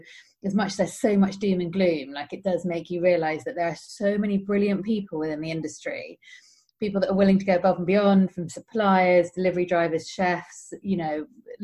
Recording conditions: video call